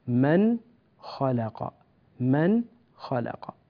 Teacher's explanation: كلمة من فيها نون ساكنة، وبعد النون الساكنة أتى حرف الخاء، إذن نظهر هذه النون